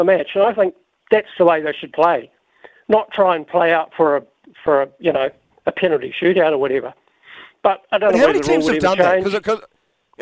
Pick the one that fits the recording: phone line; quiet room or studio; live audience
phone line